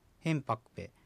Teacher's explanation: 一番最初のヘンという音節に、アクセントが置かれています